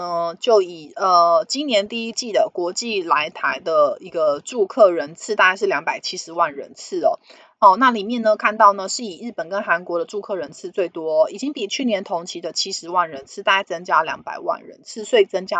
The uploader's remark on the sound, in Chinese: 本集有些許雜音，已亟力避免，如有察覺請多多包涵